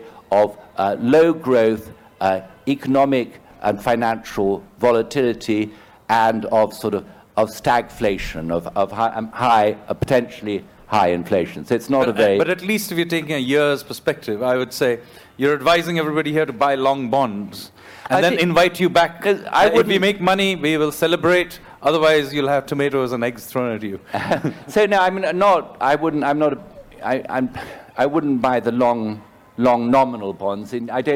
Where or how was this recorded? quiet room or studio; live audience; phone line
live audience